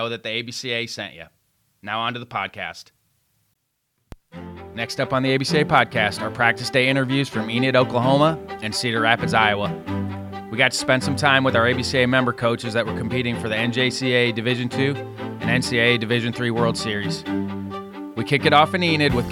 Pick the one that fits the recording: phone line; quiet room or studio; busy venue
busy venue